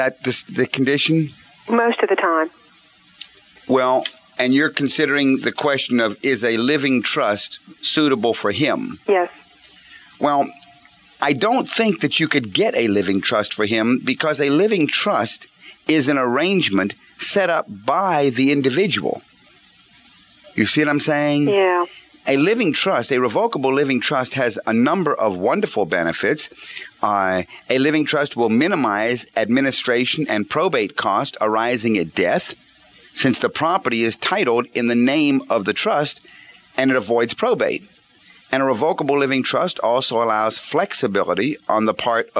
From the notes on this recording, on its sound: Financial planning call-in show.